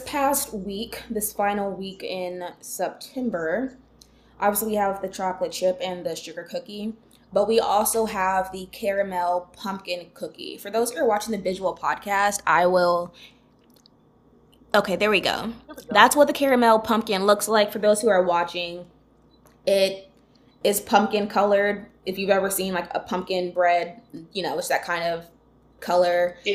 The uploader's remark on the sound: Amidst an absurd amount of technical difficulties